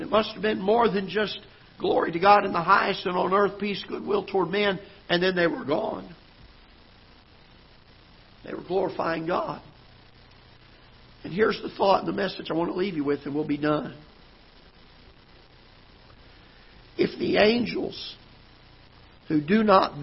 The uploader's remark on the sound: Ketha Heights Baptist Church ~ Live Broadcast